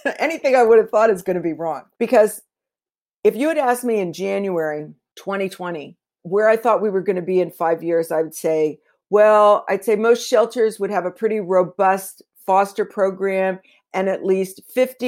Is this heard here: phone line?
no